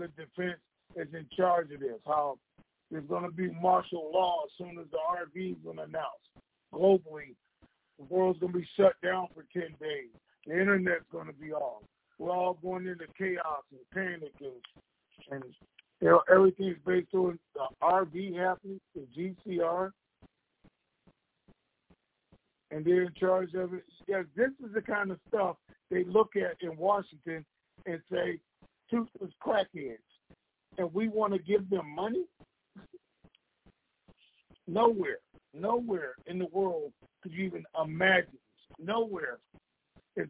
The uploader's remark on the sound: Conference Call